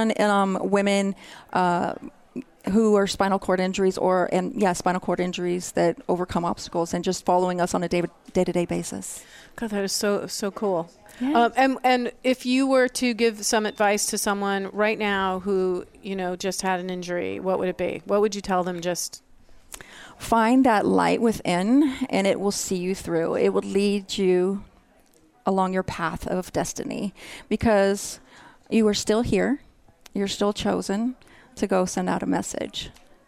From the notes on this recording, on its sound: We Broadcast Live form the Largest Women's conference in the USA! We will be live for 2 days bringing you all the event action, keynote speakers and VoiceAmerica hosts.